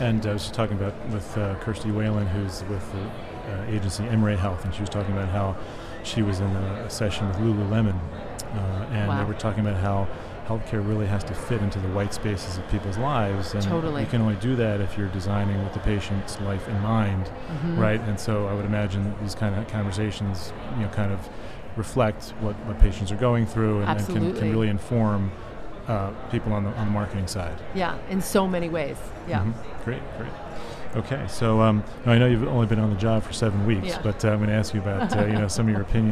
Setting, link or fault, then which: setting, busy venue